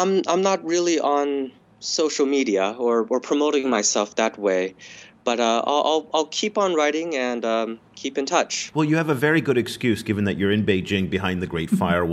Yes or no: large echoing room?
no